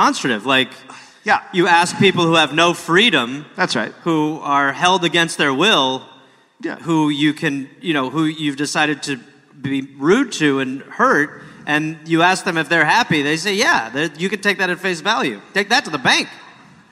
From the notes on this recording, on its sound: Recorded live in London.